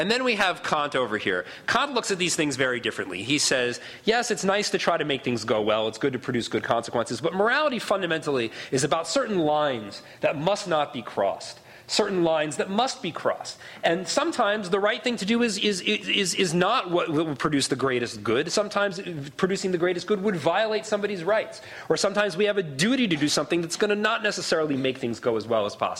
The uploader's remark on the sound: Recording of a lecture delivered on November 11, 2011. As part of the Formal Lecture Series.